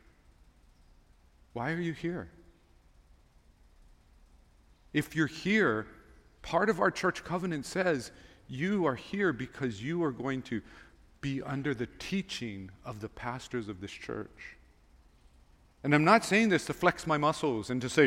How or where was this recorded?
large echoing room